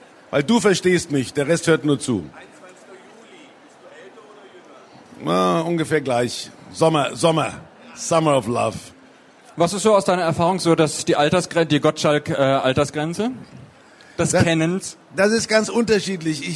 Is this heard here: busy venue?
yes